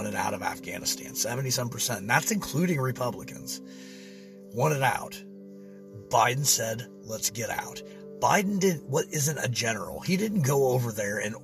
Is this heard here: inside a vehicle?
yes